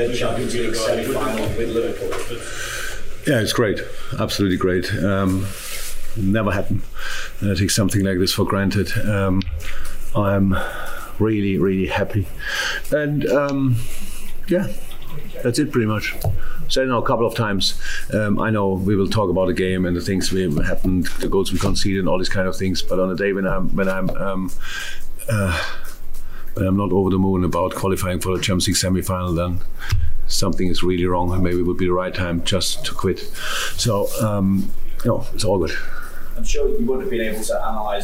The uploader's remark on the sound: Post-Match Press Conference